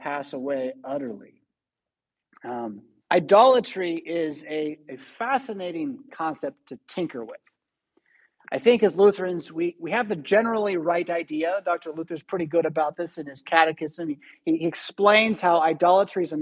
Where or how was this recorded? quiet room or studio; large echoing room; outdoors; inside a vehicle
large echoing room